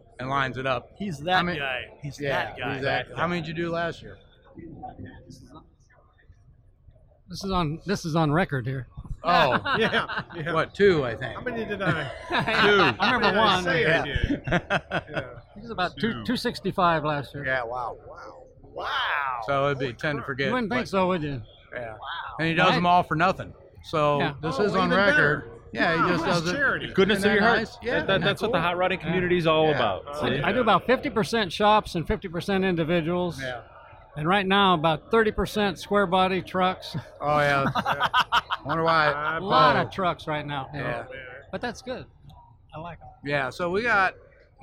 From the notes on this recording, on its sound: joined the Gearheads live in The Round Six Experience at the Grand National Roadster Show